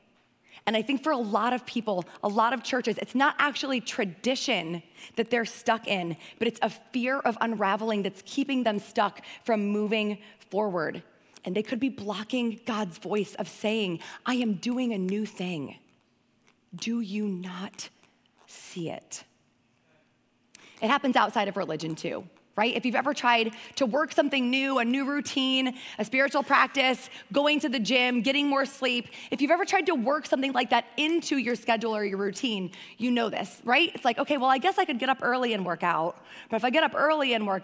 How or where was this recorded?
large echoing room